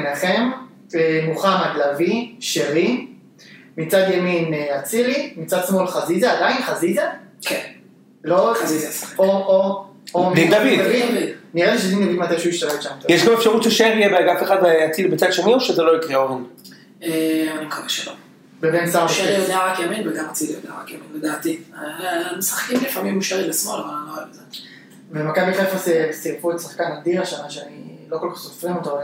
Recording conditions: phone or laptop microphone